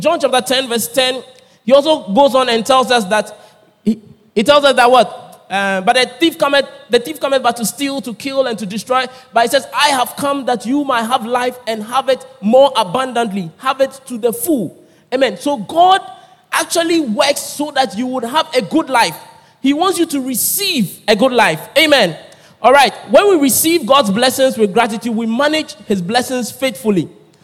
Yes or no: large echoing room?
yes